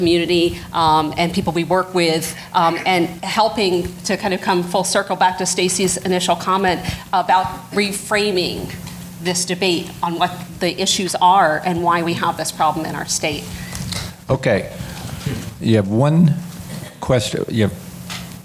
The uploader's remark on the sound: Recorded at the New Jersey Performing Arts Center on October 14, 2016.